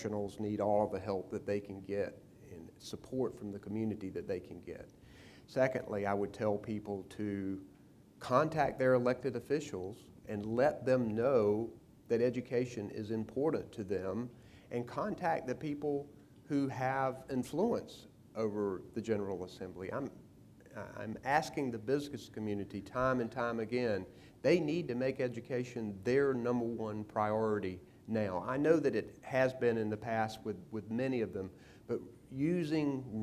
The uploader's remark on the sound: The interview was taped before a live audiences at the 3rd Annual Eggs & Issues Breakfast hosted by the Public School Forum of North Carolina.